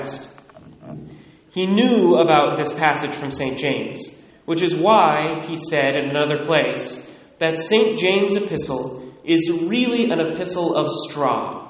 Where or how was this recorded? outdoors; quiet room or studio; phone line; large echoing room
large echoing room